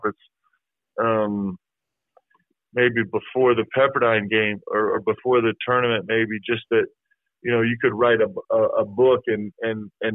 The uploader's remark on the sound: spoke with the media via a teleconference